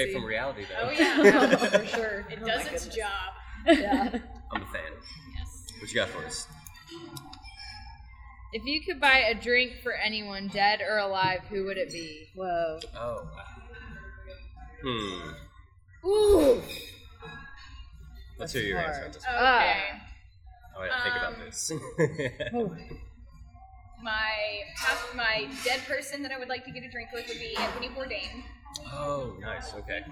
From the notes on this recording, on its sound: This episode was recorded at Frothy Monkey in Chattanooga, TN.